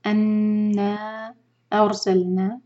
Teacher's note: ان نون مشدد ہے اس پر غنہ کریں گے اور نا چار حرکہ کھینچیں گے